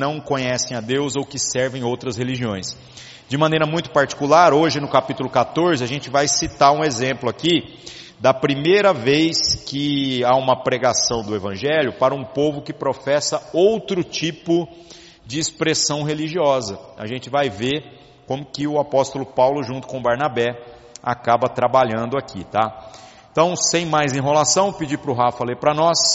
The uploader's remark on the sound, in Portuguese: Gravado em 24/07/2019 na Igreja Sal da Terra - Manifesto, em Uberlândia-MG. Culto semanal de exposição Bíblica.